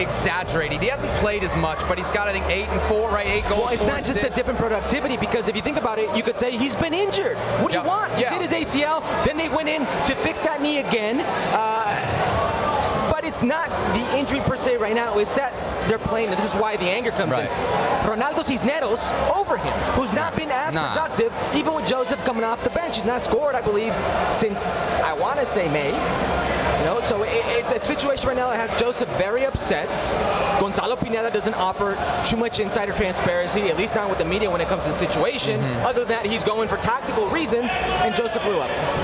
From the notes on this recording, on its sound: live from Orlando City’s Exploria Stadium